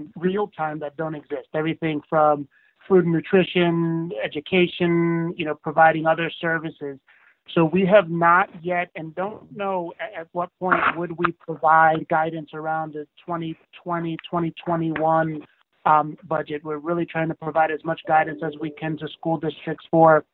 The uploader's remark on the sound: Conference call.